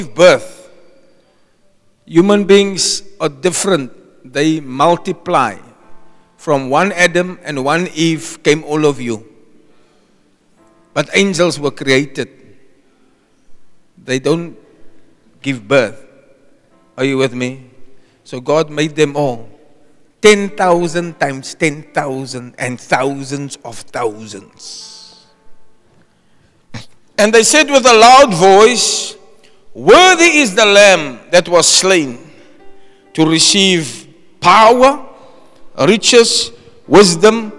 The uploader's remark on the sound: Preached at Zion Sanctuary, Cape Town on the 5 November 2023